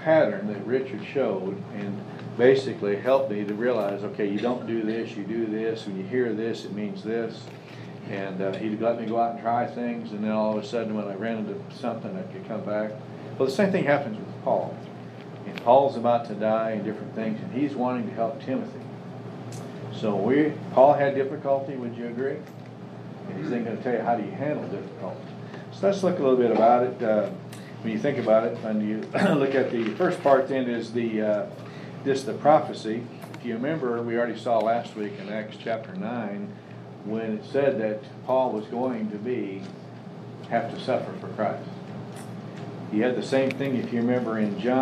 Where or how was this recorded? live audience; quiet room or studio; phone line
live audience